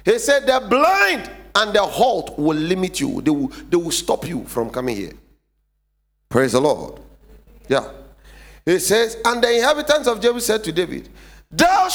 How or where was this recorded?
large echoing room